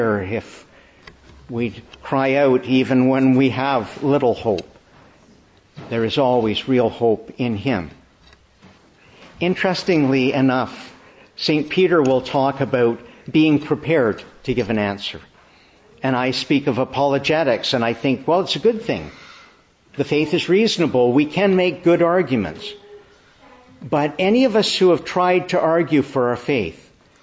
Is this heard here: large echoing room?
yes